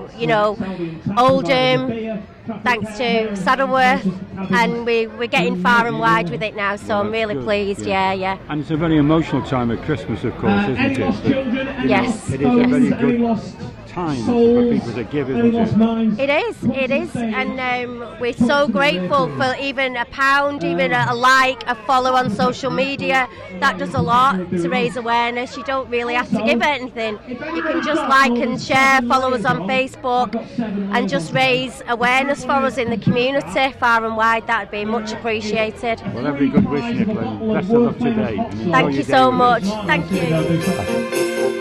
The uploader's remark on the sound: 2023 Santa Dash Report. Some of the audio quality is muffled by the terrific atmosphere at the event.